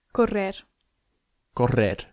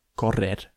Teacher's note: you have to roll that R. It's a double R.